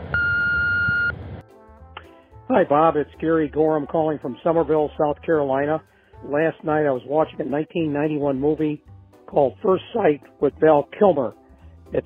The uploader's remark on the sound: I have compiled jokes recorded by our listeners through my voicemail service over the past fortnight.